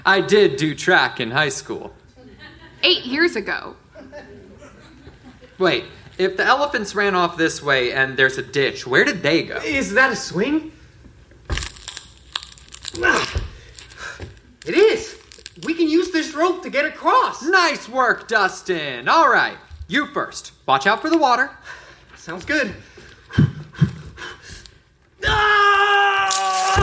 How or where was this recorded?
live audience